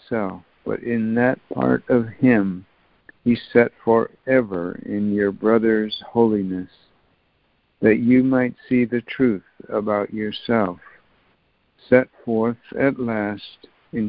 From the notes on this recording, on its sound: ACIM Daily Conference Call